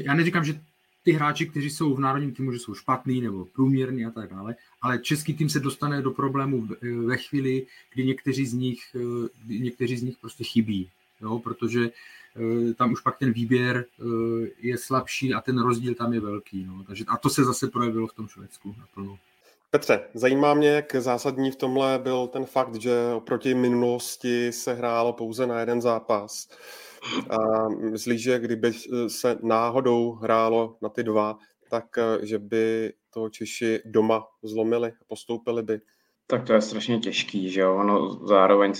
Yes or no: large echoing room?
no